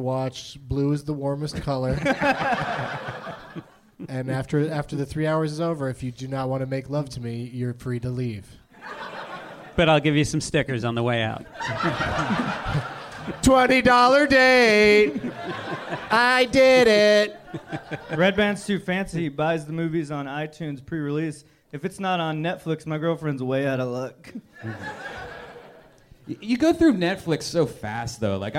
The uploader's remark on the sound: Live from the American Comedy Company in San Diego